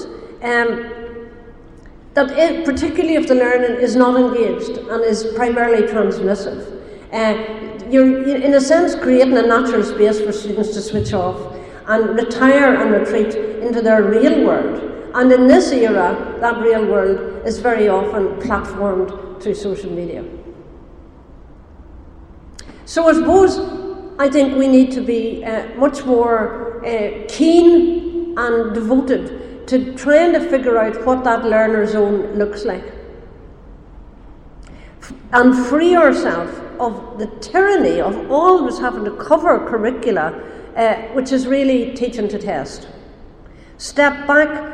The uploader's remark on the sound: Speaks at SRHE Digital University Network Event - The Digital University, Social Justice and the public good.